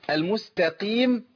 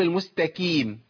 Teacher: انا عندي القاف، احذر انك تقلبها الى كاف · Shown in: first take